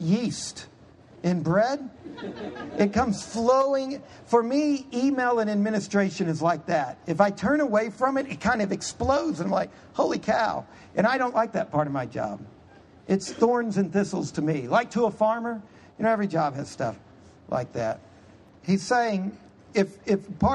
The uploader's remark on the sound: Q&amp;A portion of Lecture 1 of 4